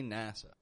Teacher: I have heard a lot of people pronounce a clear, tense A sound here. And I'm here to tell you, my friend, we use a wide A, the A. Instead, NASA.